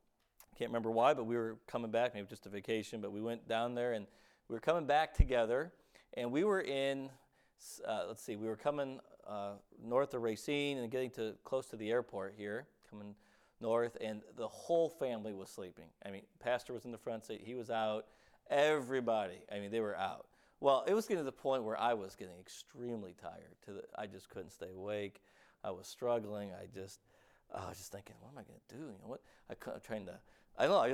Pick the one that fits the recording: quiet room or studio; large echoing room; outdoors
large echoing room